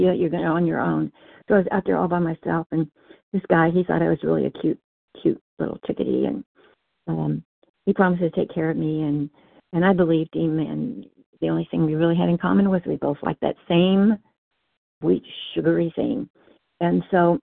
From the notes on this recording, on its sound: 100 Pounders Phone Meeting